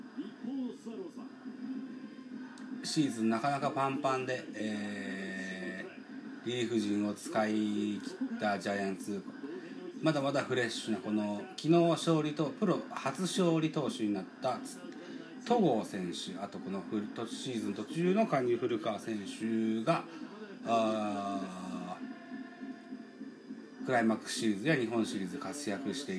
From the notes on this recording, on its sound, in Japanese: 神宮球場。IPad収録版。